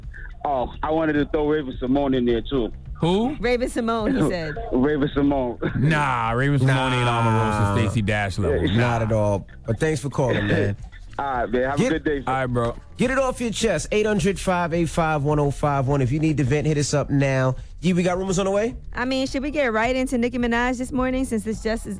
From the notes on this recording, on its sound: we had to open up the phone lines